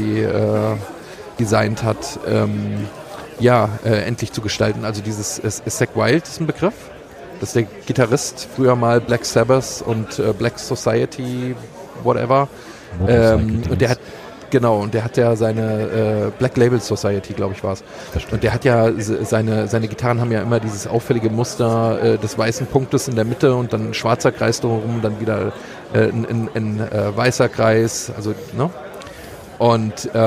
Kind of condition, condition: setting, busy venue